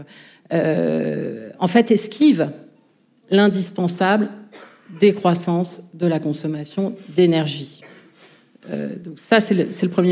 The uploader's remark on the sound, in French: Enregistrement en public de Chaleur humaine, le 21 novembre 2023 à Paris, à la Bibliothèque nationale de France. Merci à la BNF pour son accueil.